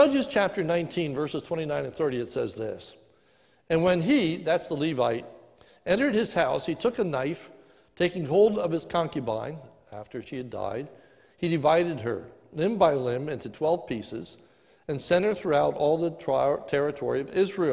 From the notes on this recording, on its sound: This is a sermon recorded live at the Lebanon Bible Fellowship Church in Lebanon, PA during the morning service on 08/30/2020